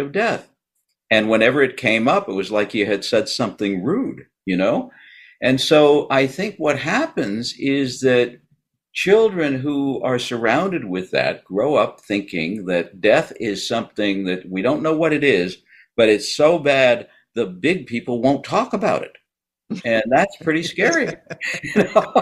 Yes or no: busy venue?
no